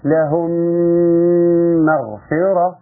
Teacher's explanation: طيب ناخد مثال تاني لهم مغفرة لهم مغفرة يبقى واجب عليك ان شاء الله ان الساكنة في لهم اتى بعدها ميم متحركة في كلمة مغفرة وجب الادغام ان تاخد الميم الاولى وتدخل في الميم الثانية